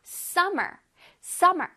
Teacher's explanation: 첫 번째에 SUM을 좀 강력하게, 뚜렷하게 발음해봐.